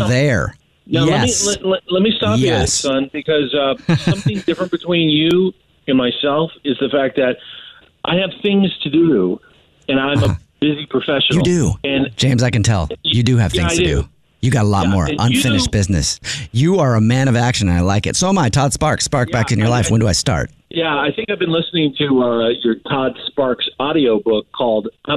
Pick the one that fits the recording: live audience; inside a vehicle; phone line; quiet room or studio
phone line